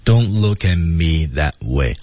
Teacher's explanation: 那么还有一个就是他的 don't 失去爆破